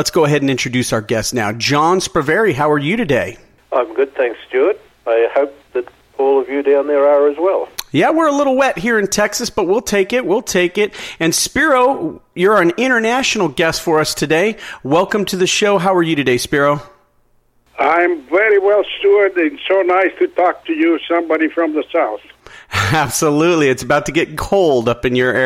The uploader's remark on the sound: called in to SmallCapVoice